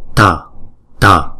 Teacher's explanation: Chữ T và chữ H ghép lại là chúng ta đọc là tờ, tờ. Chữ tờ mà mạnh cái hơi một chút là tờ